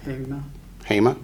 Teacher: Accents on the first syllable